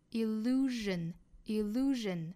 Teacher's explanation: Illusion 这个词 S-I-O-N,这里读成一个浊辅音 r,也就是由 sh 变成了 r.这个之前我们其实也讲到过了，因为受到了前面这个元音的影响， sh 要浊化成 r 的发音